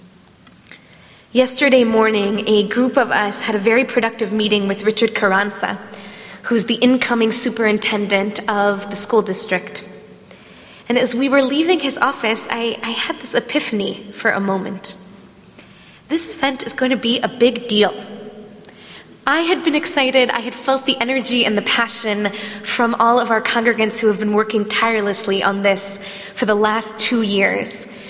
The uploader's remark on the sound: at Temple Emanu-El in San Francisco, CA.